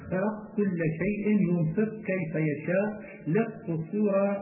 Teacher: إدغام القاف في الكاف في هذا الباب إدغام محض لا تبقى معه صفة استعلاء القاف